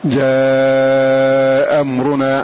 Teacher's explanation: وإذا قلنا بأن الساقطة هي الثانية صار المد من قبيل المد الواجب المتصل، وحينئذ يجب مده أربع حركات